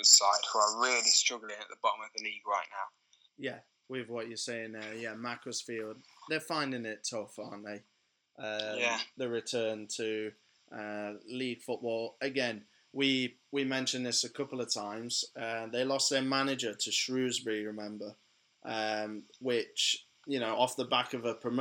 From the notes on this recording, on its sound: Apologies for the late release and lower sound quality on this week's show. We both had to record this whilst on holiday.